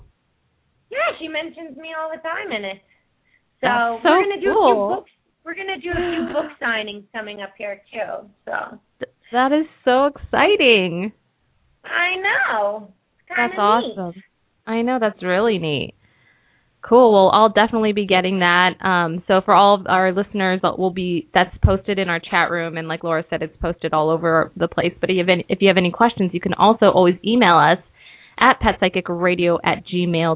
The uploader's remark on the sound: open up the lines for listeners to call